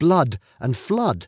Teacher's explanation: But then in some words like blood and flood, the pronunciation changed in the south of England, shortening the vowel